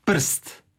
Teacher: Pa recimo u riječi prst, tu nemamo vokala, nemamo samoglasnika, nego onda taj r je nositelj sloga · Term: slogotvorno